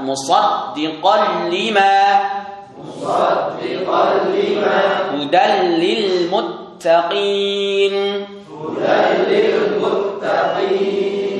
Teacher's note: Nun sukun dimasukkan kepada huruf lam maupun ro, tetapi bedanya adalah tidak ada ghunna yang dipanjangkan. · Term: idgham bila ghunna